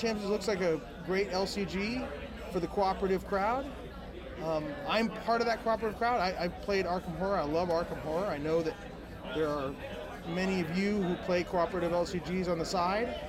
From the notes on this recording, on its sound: GenCon 2019 - FFG Inflight Report. The sound quality may vary based on noise levels.